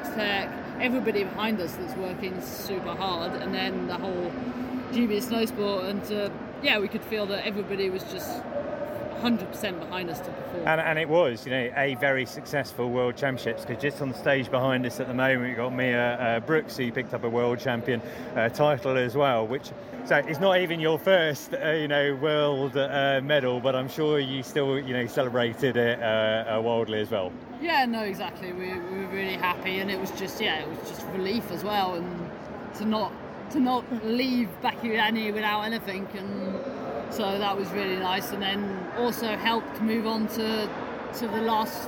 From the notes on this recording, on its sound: All recorded at the consumer shows in Birmingham and London, and at trade networking event LISTEX. All recorded at the consumer shows in Birmingham and London, and at trade networking event LISTEX.